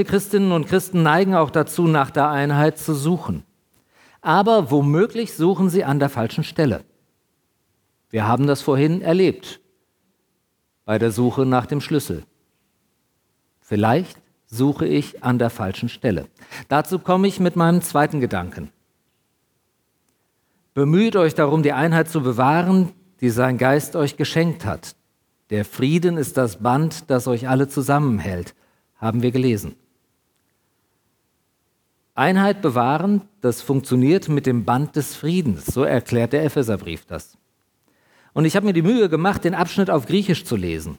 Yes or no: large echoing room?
yes